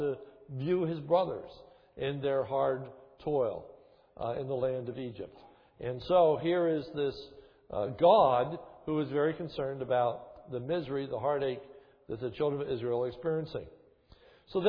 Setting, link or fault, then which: setting, large echoing room